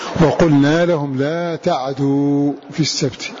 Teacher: بإسكان العين وتخفيف الدال